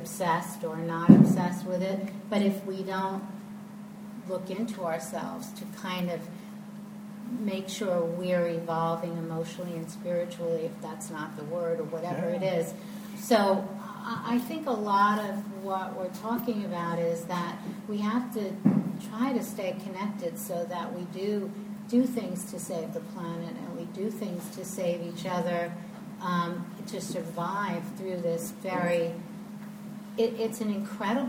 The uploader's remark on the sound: This lecture and Q&A session was recorded on February 18, 2013, at Norma Kamali's Wellness Cafe in NYC.